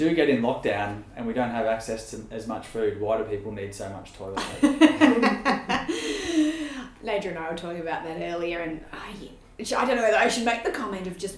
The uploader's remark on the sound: Please note due to social distancing measures we were sitting quite apart from each other so you may need to bump up your audio a little to hear us!